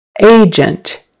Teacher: stress on the first syllable, and it's an A, like the letter A, a long A sound